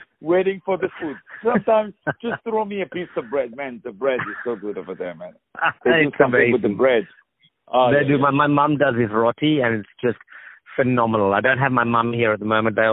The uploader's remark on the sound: On the phone.